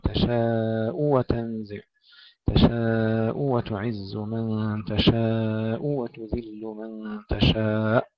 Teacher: إذا وصلنا فإننا ننتبه إلى ضم الهمزة، تحقيق الضم قبل أن ننتقل إلى الواو